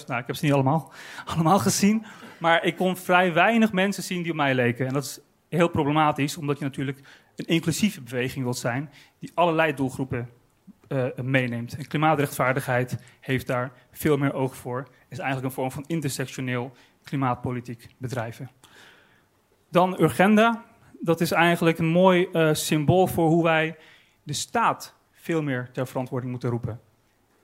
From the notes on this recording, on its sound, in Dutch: Op het podium van het Betweter festival